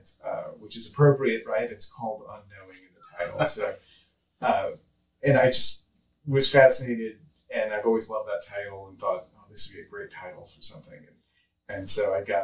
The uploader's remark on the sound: If you can get past the poor audio quality in this episode